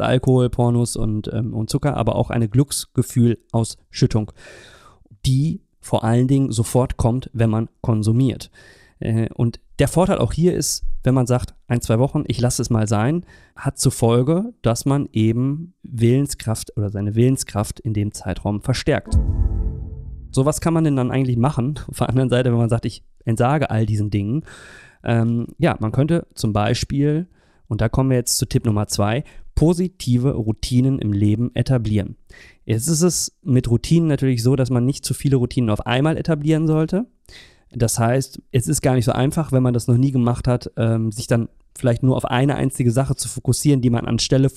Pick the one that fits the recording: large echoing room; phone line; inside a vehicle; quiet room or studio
quiet room or studio